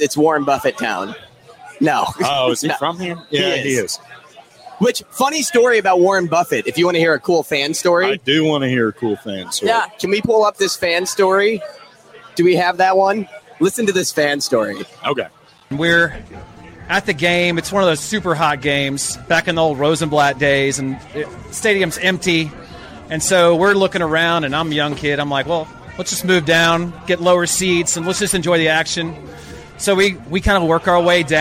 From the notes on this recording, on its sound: live at Lefty O'Tooles.